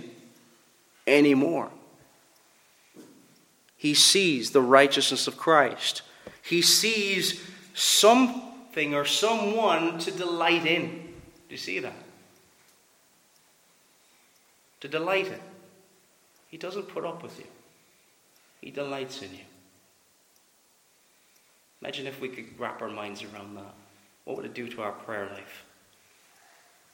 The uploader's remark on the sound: Preached at Ballylane Reformed Presbyterian Church